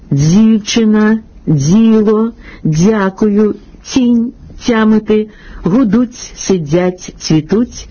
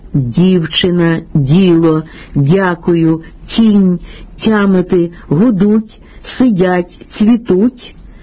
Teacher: В українській літературній мові м'які приголосні «д» і «т» не зазнають африкатизації, тобто ніколи не набувають свистячого відтінку · Shown in: second take